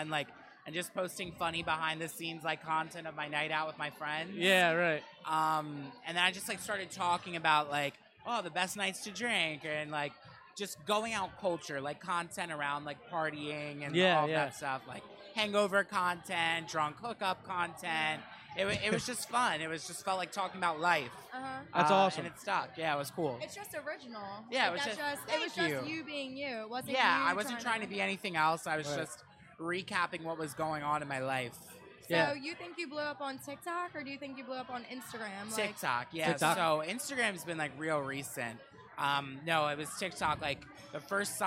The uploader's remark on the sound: an episode shot live from Tradesman's in Philadelphia